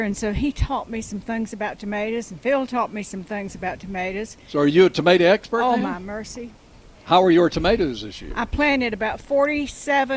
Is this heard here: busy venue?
yes